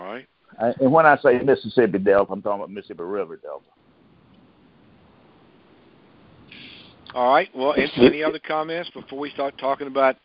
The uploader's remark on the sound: Monthly Conference Call